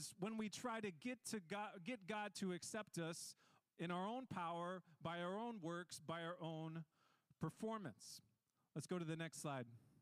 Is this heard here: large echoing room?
yes